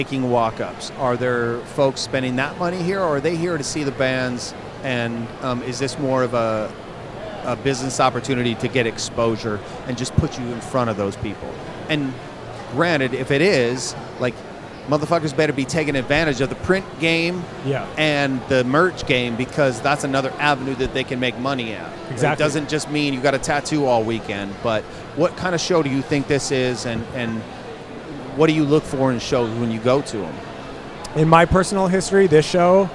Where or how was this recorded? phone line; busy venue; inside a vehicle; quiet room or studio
busy venue